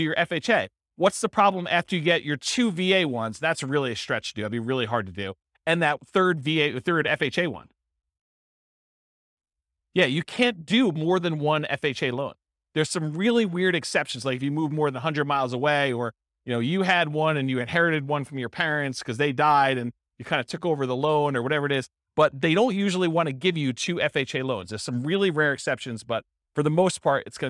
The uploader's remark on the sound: This was a live class recorded